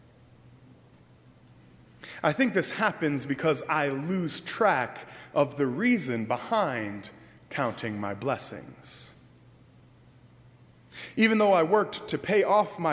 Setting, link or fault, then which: setting, large echoing room